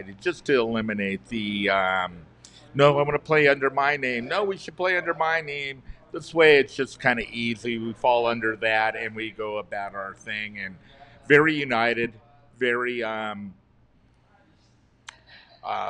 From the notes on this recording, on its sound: Special thanks to Brewing Reserve of California for allowing us to record in their brewery.